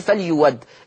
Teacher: ما قلت أنا قلت لما تيجي همزة مفتوحة قبلها حرف مضموم مباشرة الهمزة المفتوحة دي هتبدل واو مفتوحة